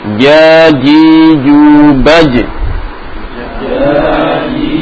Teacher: Kalau jim ini arah pantulannya ke e, ya. Kemudian jangan dimatikan. · Term: qalqalah